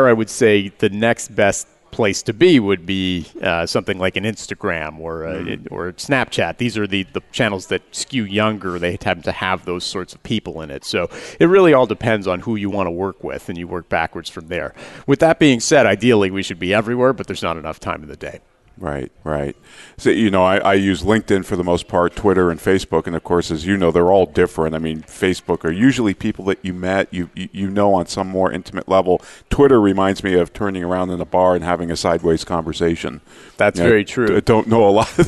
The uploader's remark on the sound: Live Broadcast at the The IPBC IGNITE Conference.